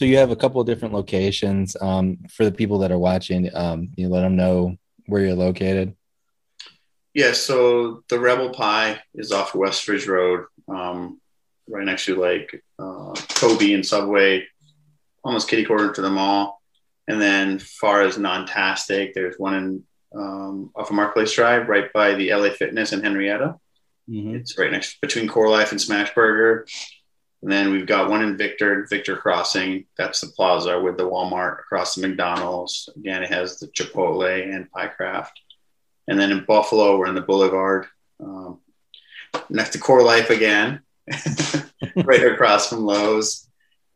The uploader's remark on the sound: Recorded Live on Zoom